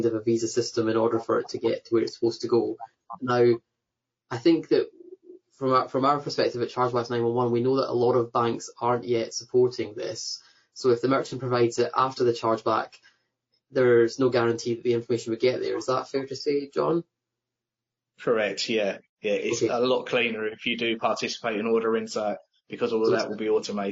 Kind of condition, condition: link, video call